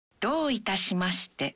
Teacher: Bunyikan vokal O dalam do satu ketuk lebih panjang